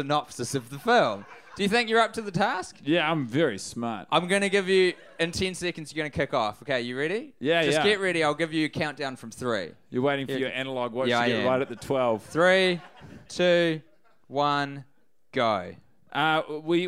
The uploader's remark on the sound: Recorded live at Christchurch's Dark Room live venue in front of a live audience.